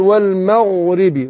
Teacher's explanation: الغين هنا في المغرب مفخمة